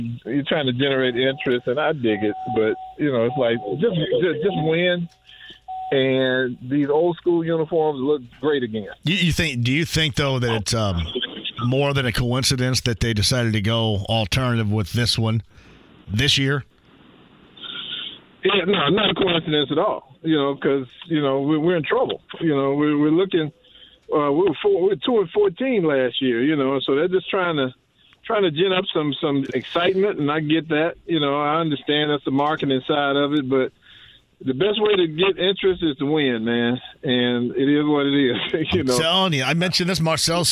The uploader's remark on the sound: He opens the phone lines up, and takes a call